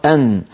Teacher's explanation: تخرج النون من طرف اللسان مع ما يحاذيه من اللثة تحت مخرج اللام بقليل، ويصاحبها غنة من الخيشوم